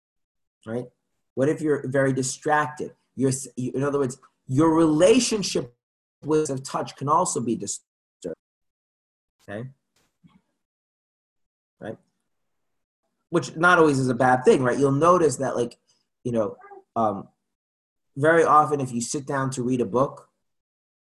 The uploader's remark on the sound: Zoom Class